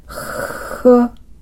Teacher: 摩擦音のフはフというように、息が続く限り長く発音することができます